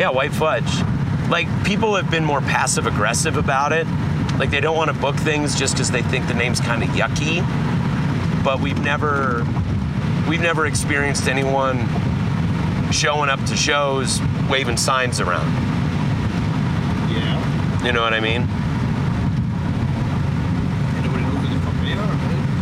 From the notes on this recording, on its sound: This episode was recorded in the van while driving using an iphone and a split lavalier mic which we passed around the van. Straight up, there are moments when the quality is so poor as to make it nearly unlistenable.